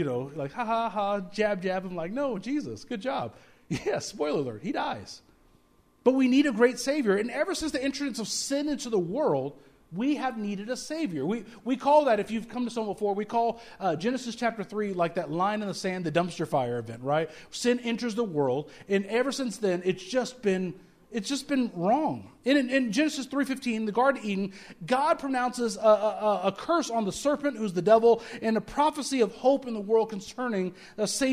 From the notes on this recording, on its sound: speaking at Soma Community Church in Jefferson City, MO on Sunday evening 24 December 2023